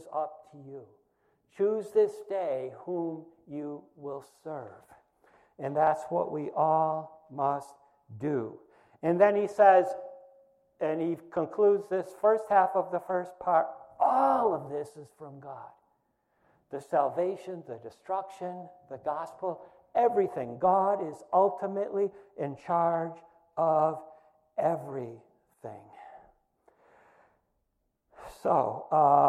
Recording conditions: large echoing room